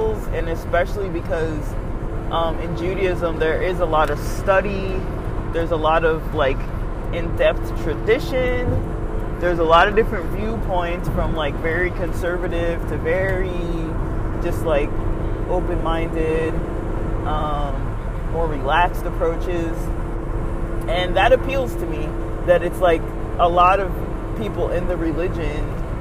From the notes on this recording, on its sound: As I’m driving out from checking out of the hotel near Mountain High Resort, I start to record briefly. The sound quality is rough with a lot of feedback from the sound of the car on the road. I enjoy recording on the road. I hope it’s not too much of a pain to hear the road in the background.